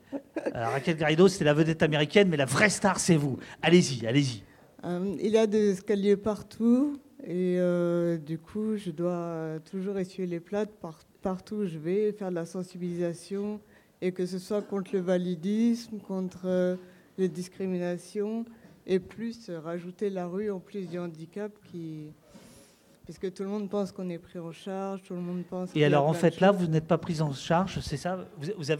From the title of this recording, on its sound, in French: AuPoste en public